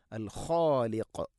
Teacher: ഖ തൊണ്ടയുടെ മുകൾ ഭാഗം, ഖാഫ് അതിൻ്റെയും മേലെ ചെറുനാക്കിൻ്റെ അടുത്ത്, അതുകൊണ്ട് ശ്രദ്ധിക്കുക, അൽ ഖാലിഖ്.